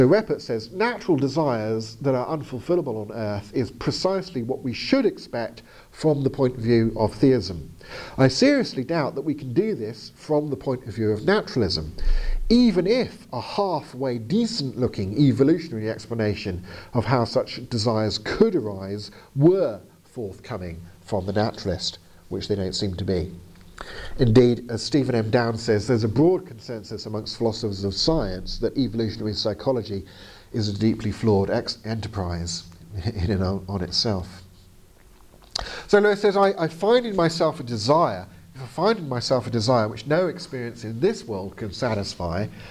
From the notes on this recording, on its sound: Arguing for God (Oslo, 2022). As delivered to the apologetics class at Fjellhaug International College in Oslo.